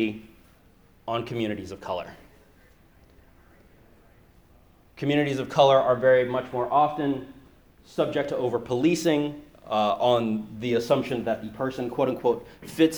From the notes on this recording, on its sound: Given at the 21st Conference of the Society for Philosophy and Technology.